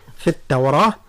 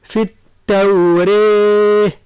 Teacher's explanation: الآية. إذن في التوراة، لفظة التوراة في كامل القرآن بالنسبة للقالون في الوجه الأول يقرأ بالراء المفتوحة يعني مفخمة على أصلها في التوراة، وفي الوجه الثاني يقرأها بالإمالة